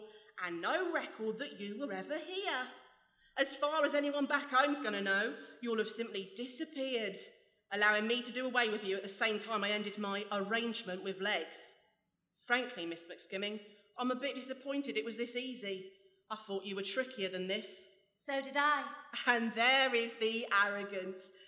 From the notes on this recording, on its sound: We return to the Wandsworth Arts Fringe with a radio play recorded in front of a live audience (hilarious sound effects included). Presented by Blackshaw Theatre.